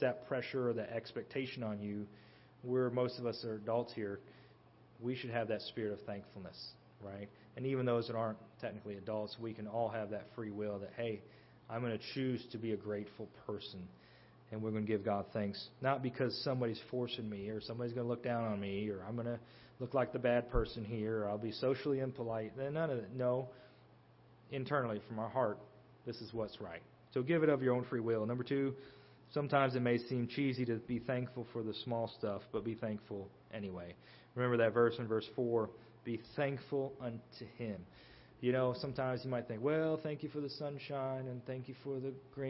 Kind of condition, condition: setting, large echoing room